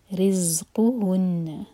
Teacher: زاپر buzzing sound کے ساتھ اور نون پر غنہ